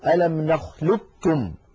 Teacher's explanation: أما هنا فالقاف مازت على الكاف بصفة واحدة وهي صفة الاستعلاء، لم تمز عليها بصفة الإطباق أيضا، لذلك من العرب من كان يدغم القاف في الكاف إدغاما كاملا فيقول ألم نخلقكم